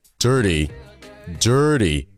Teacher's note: 诶，并且这个字母器你看在两个元音中间，对不对？那么每一音中可以做弹声音的发音的方式的，产生了一个接近于 d 的音，但是比 d 要轻快一些